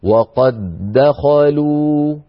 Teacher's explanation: نلاحظ أن وقد آخرها دال ساكنة، دخلوا أولها دال متحركة، يعني اجتمع في النطق دالان، دال ساكنة تتلوها دال مفتوحة متحركة يعني، فهذا يقتضي أن ندغم، يعني ندخل الدال الأولى في الدال الثانية بحيث يصير النطق بدال واحدة مشددة هكذا. وقد دخلوا، أعيد وقد دخلوا.